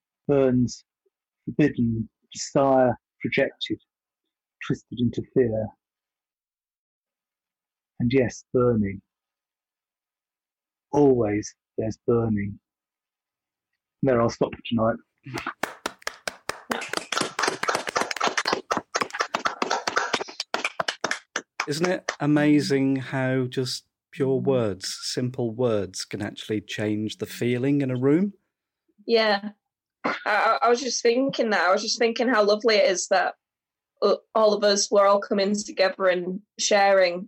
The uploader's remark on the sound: Their first virtual get together during the coronavirus lockdown. Are joined by a small number of participants for this initial virtual gathering.